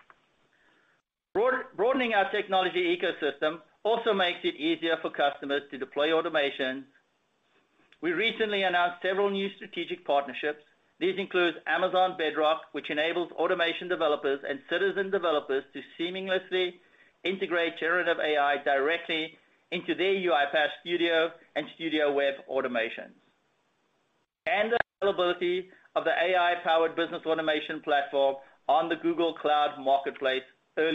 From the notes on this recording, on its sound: Earnings Conference Call